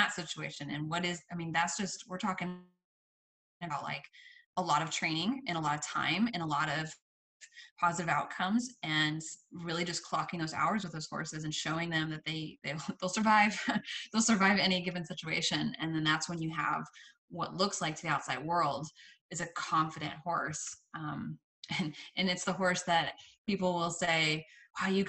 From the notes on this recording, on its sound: This episode was recorded from a video conversation, so you'll have to forgive the fact that it sounds like I'm in a tin can. It wasn't originally intended for podcast listening.